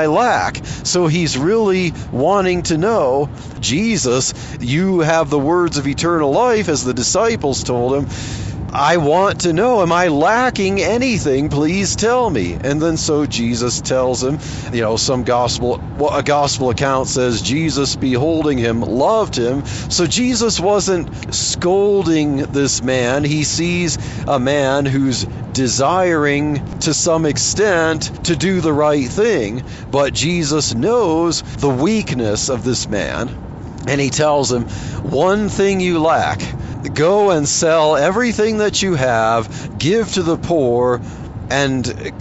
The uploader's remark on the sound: while driving to work